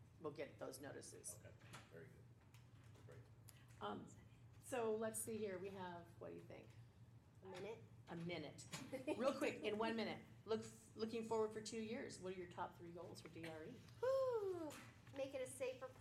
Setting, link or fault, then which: setting, live audience